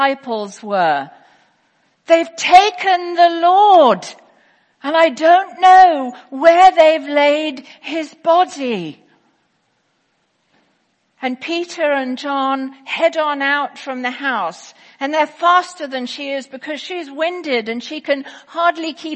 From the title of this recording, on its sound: Easter 10AM Service 2018